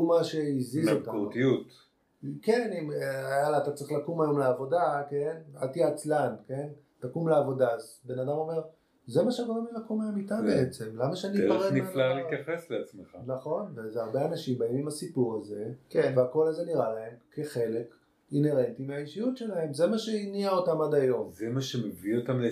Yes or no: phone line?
no